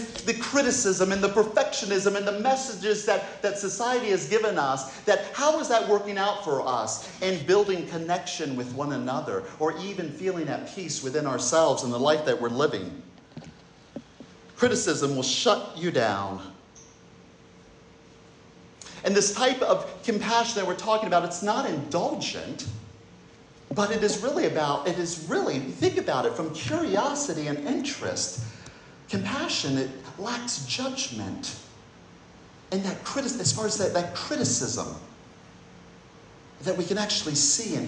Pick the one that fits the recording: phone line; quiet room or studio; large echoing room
large echoing room